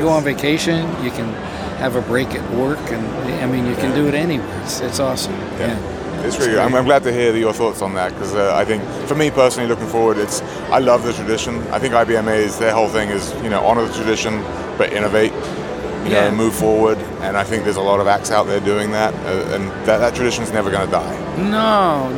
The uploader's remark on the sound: Live From IBMA 2022.